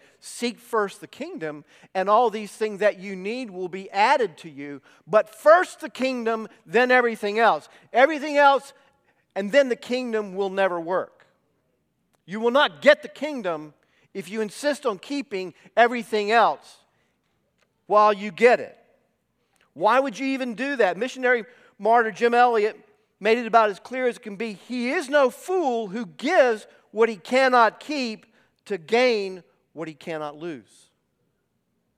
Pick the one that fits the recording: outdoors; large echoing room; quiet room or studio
large echoing room